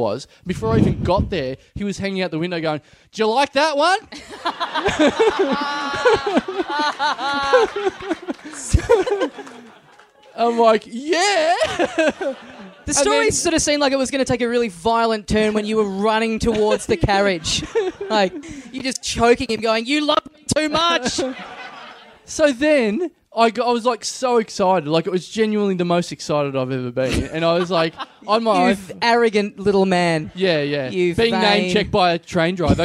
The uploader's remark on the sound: Recorded LIVE at Softbelly Bar, August 14th, 2012.